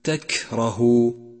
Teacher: أولا، لاحظ صفة الهمس لحرف الكاف في كلمة تكره تكره. حرف الكاف هنا لا بد من همسه حتى يتضح لفظه